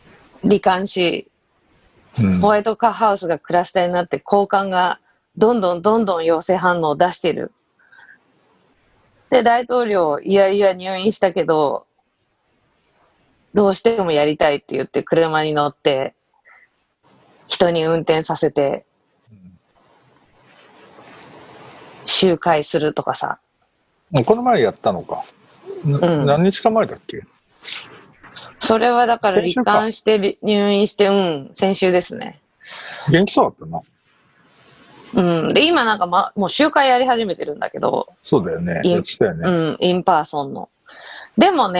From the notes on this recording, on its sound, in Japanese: 本収録はビデオ会議サービス「Zoom」を使用し。一部聞き取りづらい箇所があります。